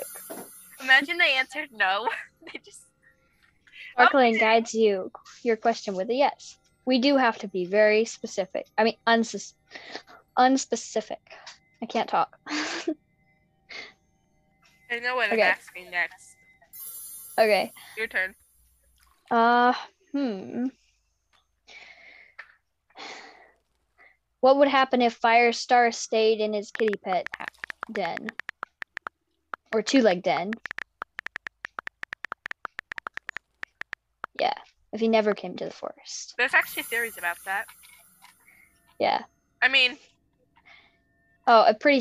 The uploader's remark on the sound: Sorry for the bad noise and text noise lol, We forgot to mute it and nothing was working.